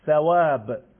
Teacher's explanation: وقتی ما میگیم حرف سا، نوک زبان رو میگذاریم بین دندونهای جلو، با فشار میگیم ثواب، یک هوایی خارج میشه